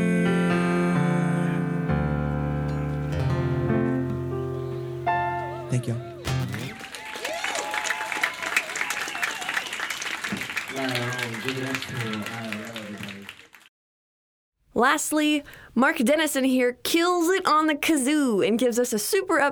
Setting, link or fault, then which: setting, busy venue